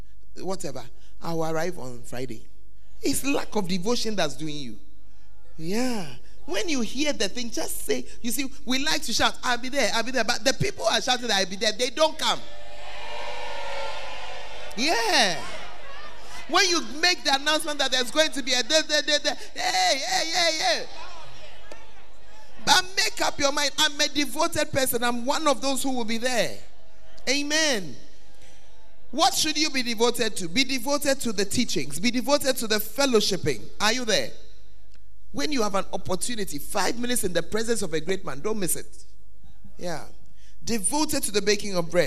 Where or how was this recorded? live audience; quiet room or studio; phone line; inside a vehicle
live audience